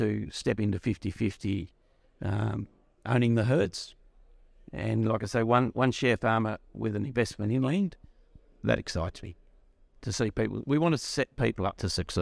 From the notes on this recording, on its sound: While we were at the Australian Dairy conference